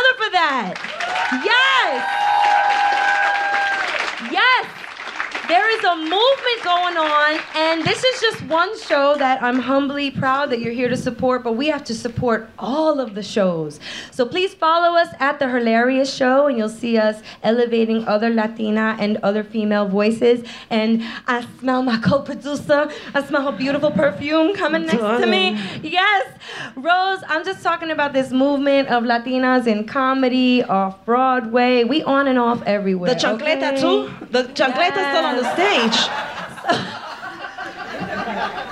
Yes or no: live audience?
yes